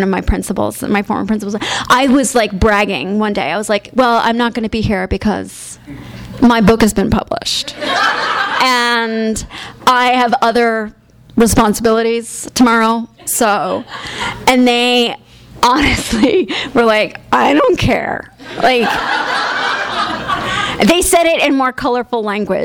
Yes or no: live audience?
yes